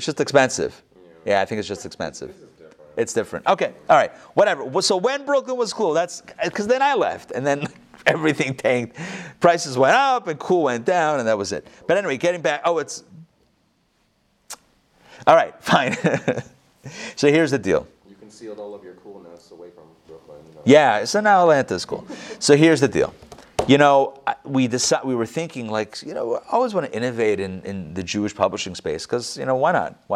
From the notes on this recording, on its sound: Recorded live in Atlanta on October 18, 2020.